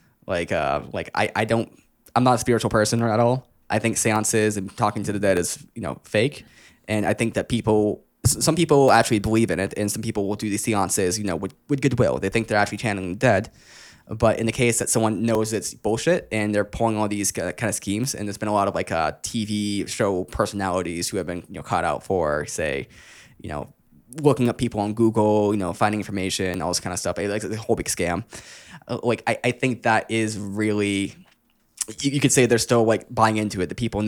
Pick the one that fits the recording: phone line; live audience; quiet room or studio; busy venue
quiet room or studio